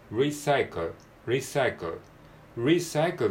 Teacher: リサイクルのクールの部分は、えー、発音記号的には KL ですね、えー、子音が2つ連続で続きます